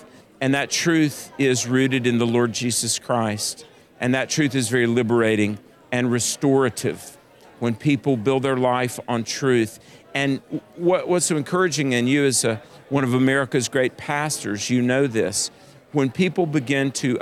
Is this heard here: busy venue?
yes